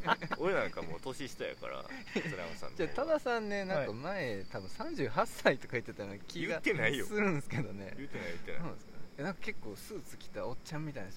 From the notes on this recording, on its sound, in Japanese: 今回は西武庫公園で収録しました。ええ歳した男が3人、地べたに座りながら夜な夜な話した。